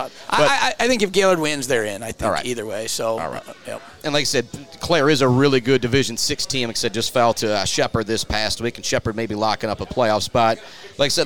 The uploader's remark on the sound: live from The Bird Bar and Grill